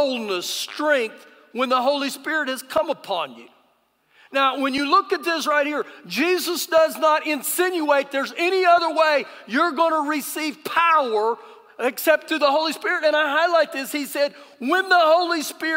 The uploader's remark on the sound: Recorded live during our Sunday morning service